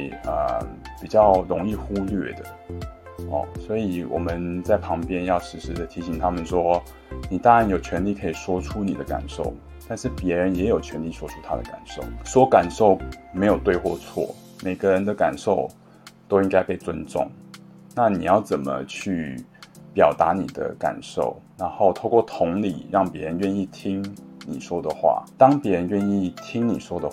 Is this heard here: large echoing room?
no